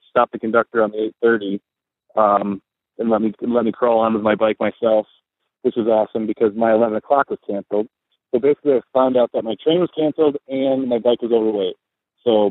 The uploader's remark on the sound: MTBCast: Colorado Trail Race ’17. Called in from Silverton!